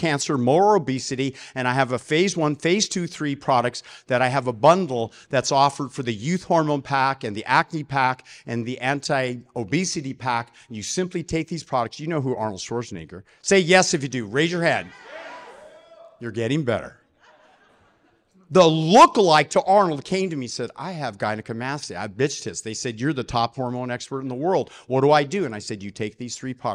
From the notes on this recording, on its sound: At the Dealmaking Conference. Recorded live at the conference.